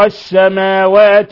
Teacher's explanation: اللام شمسية لأن اللام أدغمت في السين